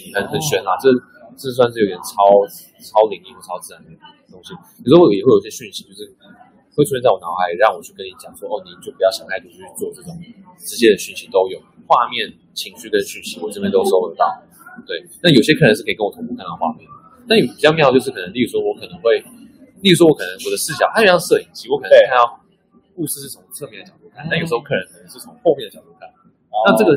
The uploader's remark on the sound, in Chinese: 本集現場錄音品質稍差，敬請見諒。